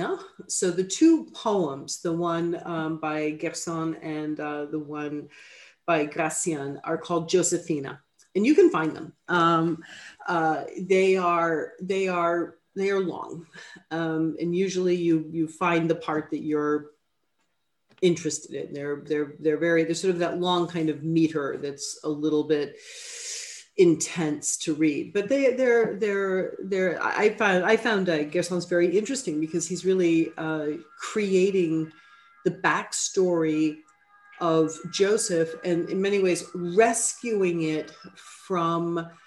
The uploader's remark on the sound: A webinar lecture. This event is co-presented by the Harvard Catholic Forum and the Lumen Christi Institute.